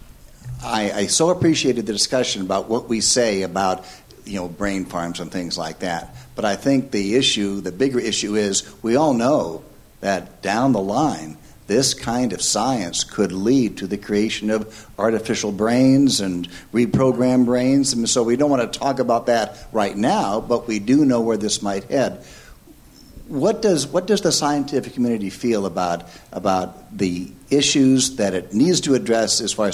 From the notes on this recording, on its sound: Leading voices in philosophy and neuroscience wrap up a conference on the ethics of research using brain organoids with questions from the audience.